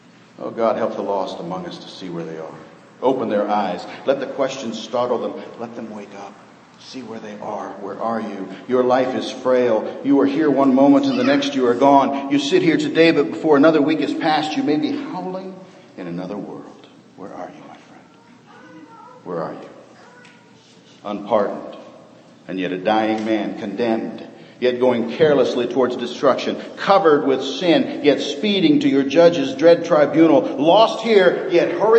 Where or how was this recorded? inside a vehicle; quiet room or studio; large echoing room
large echoing room